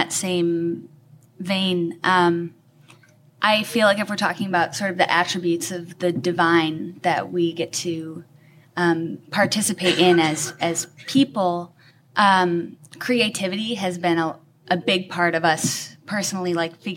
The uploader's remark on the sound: Recorded live from the Brian M. Eckstien Podcast Stage at Q Christian Fellowship's national conference in Chicago, Illinois. This episode was recorded live on January 12, 2019 at the Hyatt Regency in Chicago, Illinois.